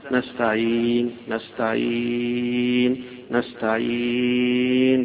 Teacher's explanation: فهنا إياك نعبد وإياك نستعين، وهنا الفعل المضارع في آخر النون مضمومة، وللقراء في مثل هذا اللي على هذا الشيء في مد العارض للسكون إذا كان هكذا لك فيها، تقول إياك نعبد وإياك نستعين، فتقل بالسكون وتمد حركتين أو أربع حركات أو ستة